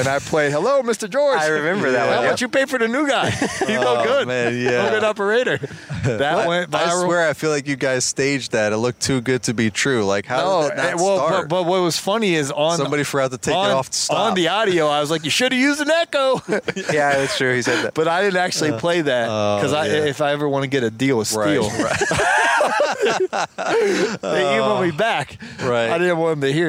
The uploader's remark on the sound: An outdoor fireside chat in Minneapolis.